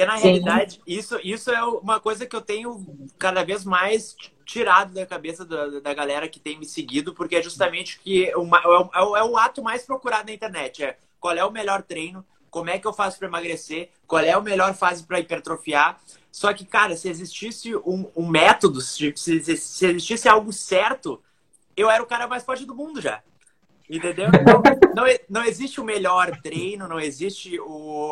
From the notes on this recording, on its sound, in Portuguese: Live realizada no Instagram